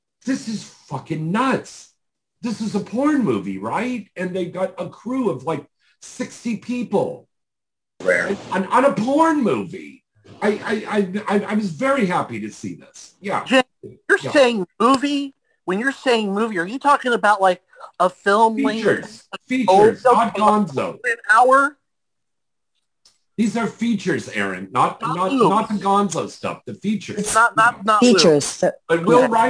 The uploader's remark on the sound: our Zoom Show on 7/10/2022